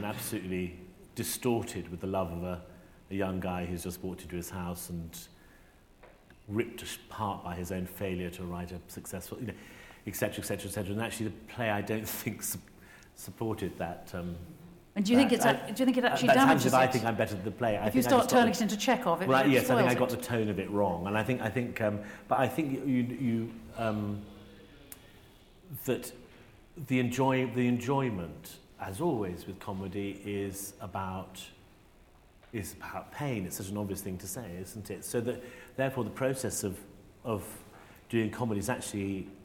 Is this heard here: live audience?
yes